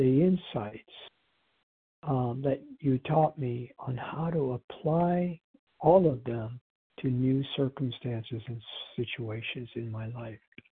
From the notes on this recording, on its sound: 100 Pounders Phone Meeting, 1/22/24.